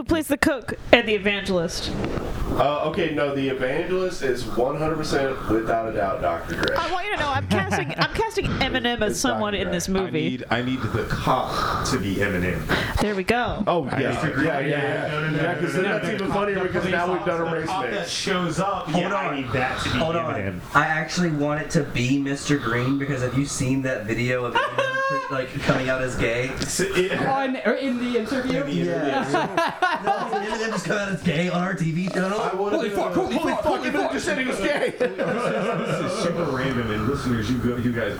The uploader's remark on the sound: WE HAD RECORDING ISSUES AGAIN . We're so sorry for the weird roomy sound!